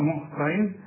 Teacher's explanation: الطاء هي المفخمة هنا ومكسورة